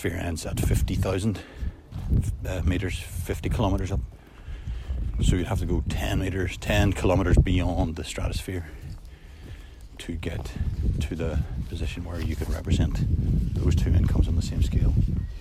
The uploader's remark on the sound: Back in the rather blustery woods (apologies for the sound quality).